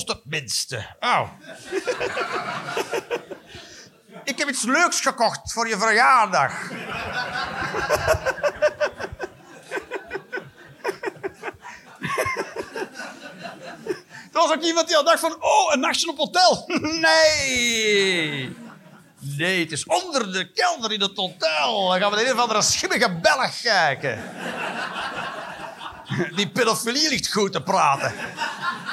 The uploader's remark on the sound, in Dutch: Live 1 Oktober 2023, Toomler, Amsterdam.